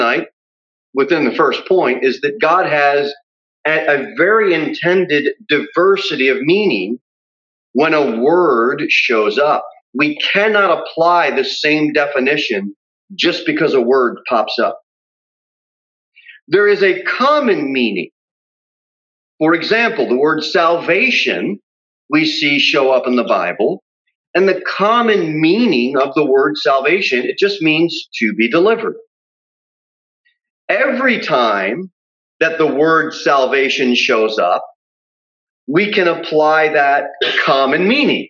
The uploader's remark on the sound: Sermon delivered at Pilgrim Baptist Church on Sunday, March 14, 2021, at 6:15 pm. Jere Whitson Rd.